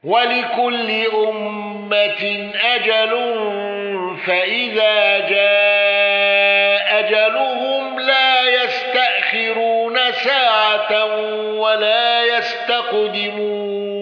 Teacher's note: قالون بإسقاط الهمز الأولى مع القصر وصلة ميم الجمع